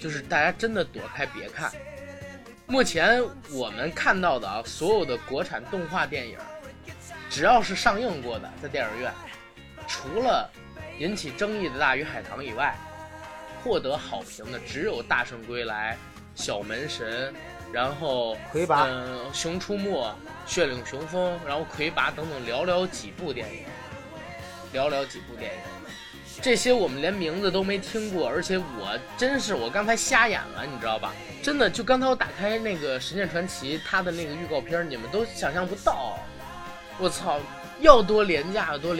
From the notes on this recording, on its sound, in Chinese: 节目剪辑本次不是主播团队，大致背景音乐较大。